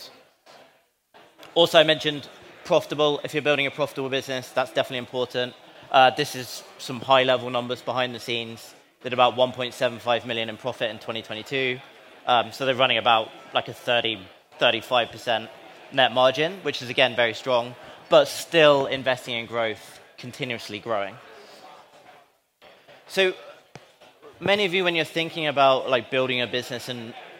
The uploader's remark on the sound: Live at SaaStock